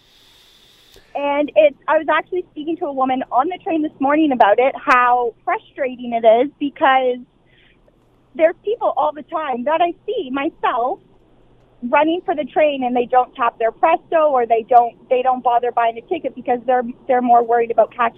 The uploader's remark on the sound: Opens the phones to find out what other riders have seen.